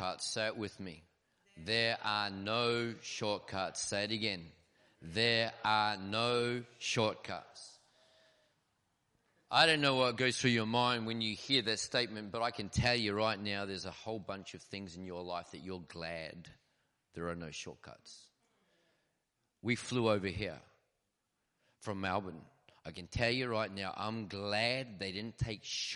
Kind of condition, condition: setting, large echoing room